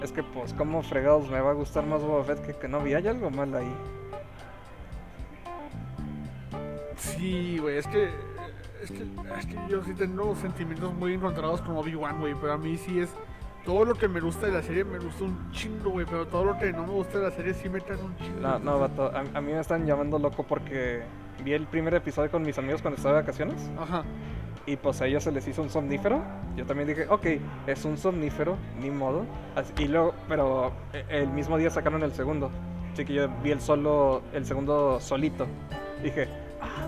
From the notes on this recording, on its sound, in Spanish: Grabado en un Carl’s Jr, afortunadamente aun nos lo permiten.